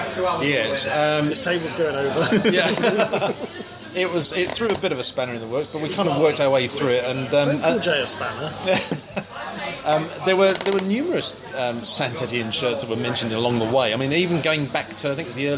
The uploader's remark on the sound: Having found a pub that would accommodate us four unashamed kit nerds, it wasn't long before a podcast was recorded